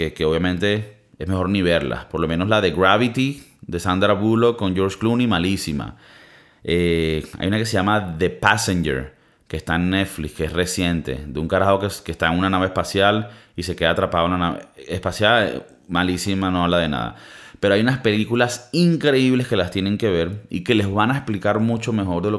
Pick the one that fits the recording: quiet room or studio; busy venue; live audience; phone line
quiet room or studio